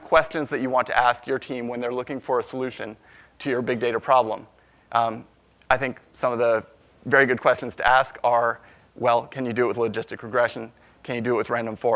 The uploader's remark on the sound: from the Big Data Innovation Summit in Boston in September 2016